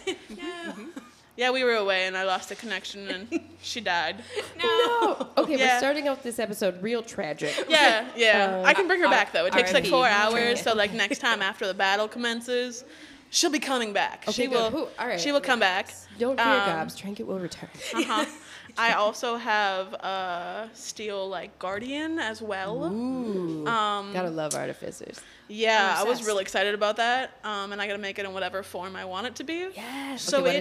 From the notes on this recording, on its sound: Live at The Loch. Owners of The Loch Cafe and Games, for letting us record in your space.